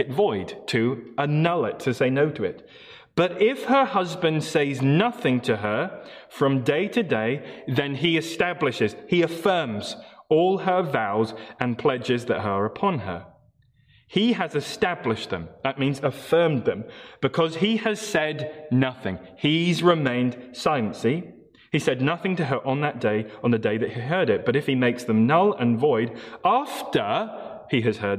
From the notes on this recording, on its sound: Morning Service Live Stream